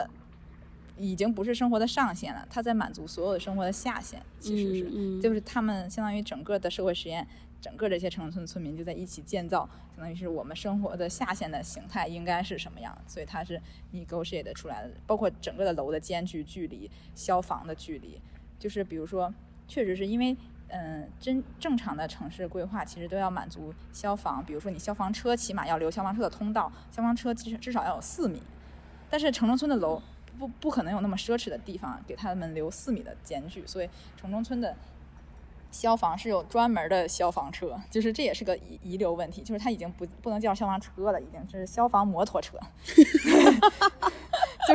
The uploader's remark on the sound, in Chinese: 走访了一圈深圳的城中村。我们主要选取了 南头古城 与 大芬油画村 作为两个历史与发展命运截然不同的案例。为了记录不同城中村中丰富的声音体验，本次首次采用了 现场录音。